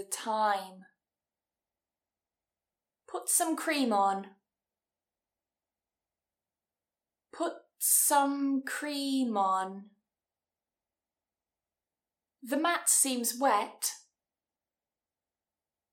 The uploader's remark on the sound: The quality of the audio isn't the best here as I was using a different microphone, so please excuse the change in audio quality throughout the episode.